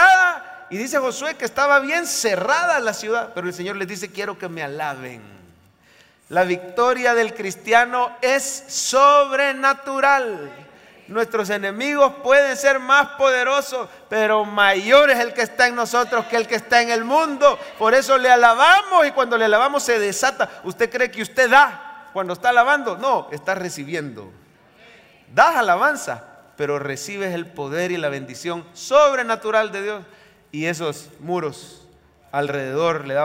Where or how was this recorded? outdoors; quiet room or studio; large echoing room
large echoing room